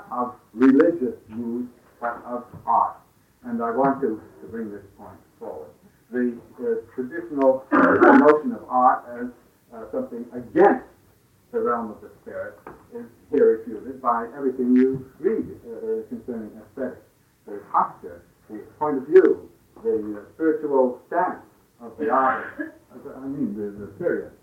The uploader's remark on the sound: It was recorded in 1967 at the Esalen Institute in Big Sur, California